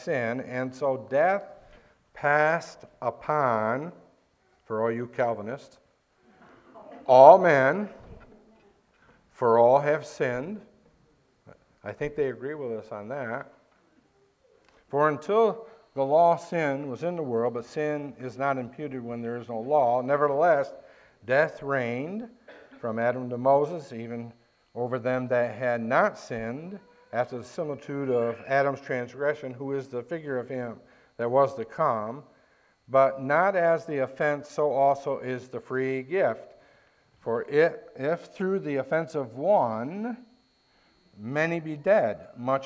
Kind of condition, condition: setting, large echoing room